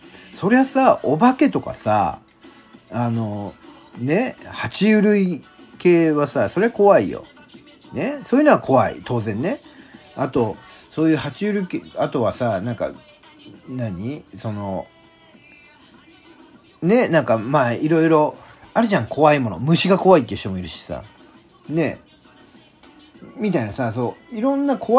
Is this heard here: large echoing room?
no